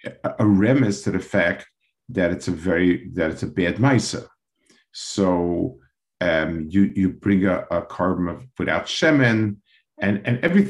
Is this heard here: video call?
yes